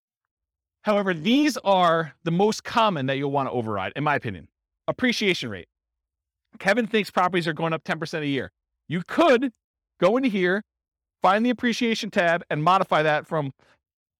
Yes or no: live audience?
yes